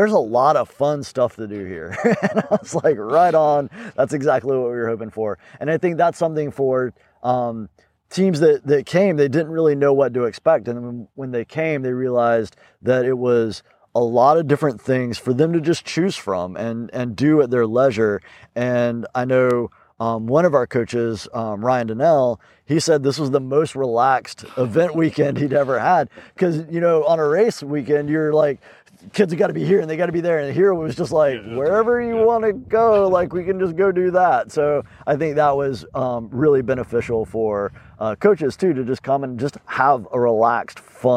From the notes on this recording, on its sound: A special podcast on location at the Brown's Creek Adventure Event.